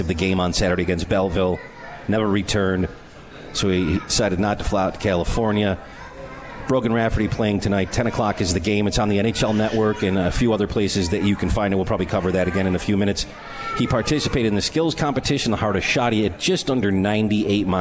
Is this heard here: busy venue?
yes